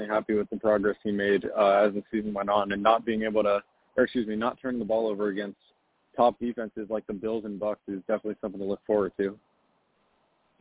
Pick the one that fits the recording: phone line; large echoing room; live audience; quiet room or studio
phone line